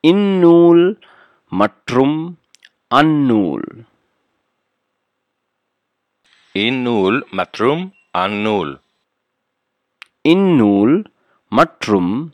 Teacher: the nool's N, the beginning N, becomes double